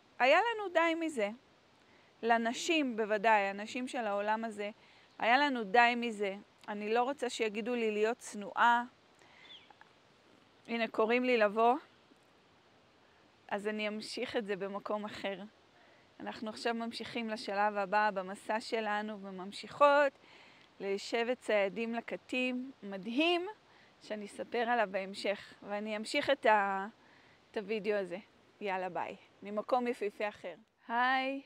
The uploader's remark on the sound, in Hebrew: הקלטתי לכן את הפרק בדרכים יפהפיות בצפון מערב טנזניה